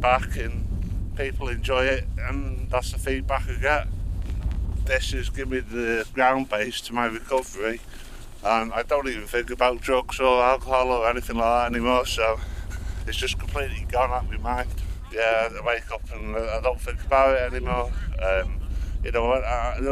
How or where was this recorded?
outdoors